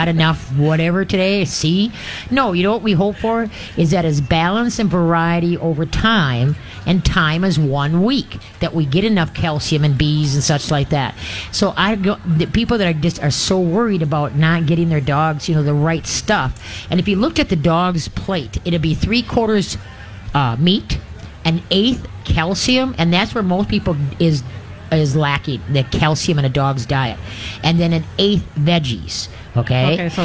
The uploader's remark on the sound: LIVE from the MN State Fair!